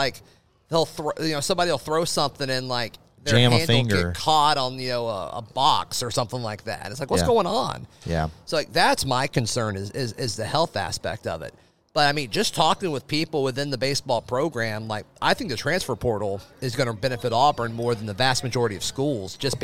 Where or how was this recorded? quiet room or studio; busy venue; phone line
busy venue